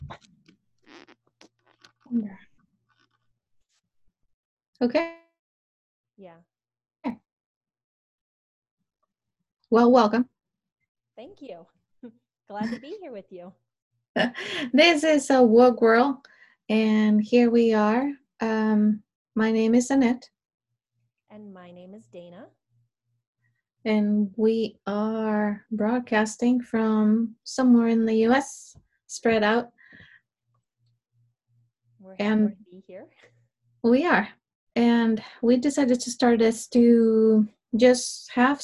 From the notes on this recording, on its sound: We apologize for the technical difficulties with our first episode. Before that, we were figuring out the audio. We went live Friday, but for whatever reason, it didn't record properly, so, this post got delayed.